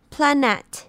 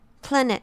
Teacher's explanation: 要注意 net 念 i 的音，不是 a · Shown in: second take